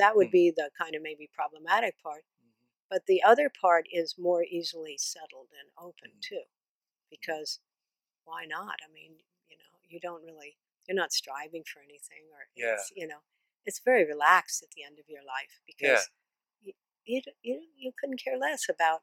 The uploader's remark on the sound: This interview was conducted in person and outside, in a lovely garden in Boulder, Colorado. Because it was recorded outside and unedited, be prepared for some “dream signs” that playfully barge into this delightful conversation!